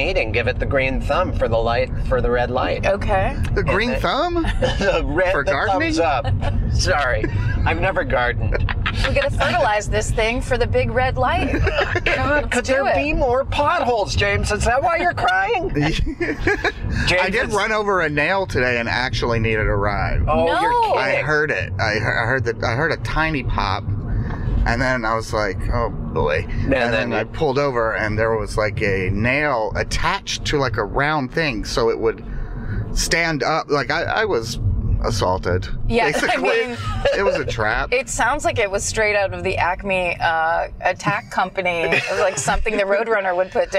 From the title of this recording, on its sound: In the Car